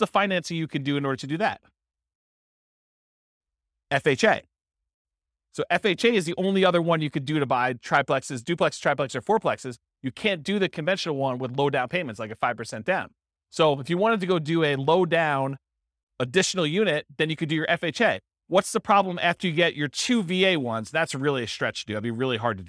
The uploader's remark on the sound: This was a live class recorded